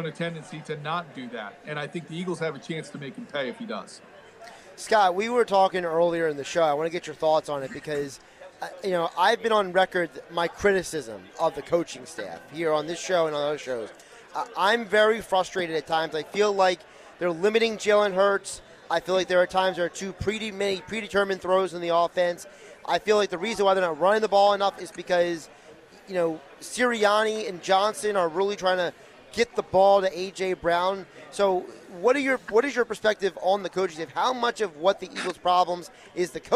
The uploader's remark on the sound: Sunday's Live Broadcast at the Caesars Sports Book inside the Tropicana